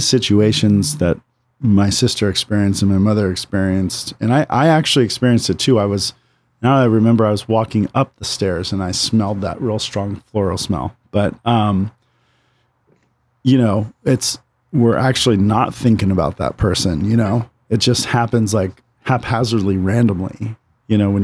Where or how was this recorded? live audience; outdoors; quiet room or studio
outdoors